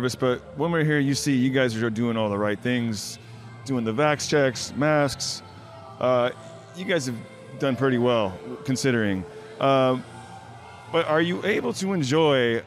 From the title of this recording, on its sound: live” at Fan Expo New Orleans